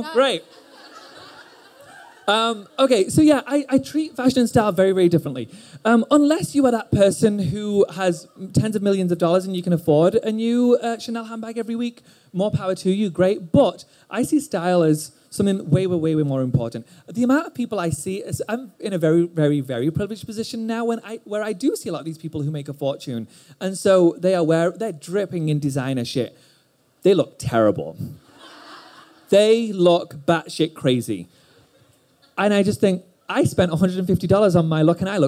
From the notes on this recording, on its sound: This special episode is coming LIVE from our Create & Cultivate ATX pop up